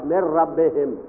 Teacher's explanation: نون کا کوئی نام نشان نہیں رہ گیا، اس صورت میں ادغام تام کہلاتا ہے